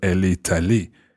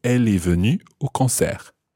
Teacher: For example, elle est allée. But if you're saying elle est venue, you don't pronounce the T. · Shown in: second take